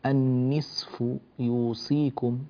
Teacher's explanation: في ضعف في الصاد يجعلها قريبة إلى السين، مش سين خالصة ولكن قريبة إلى السين نسبيا.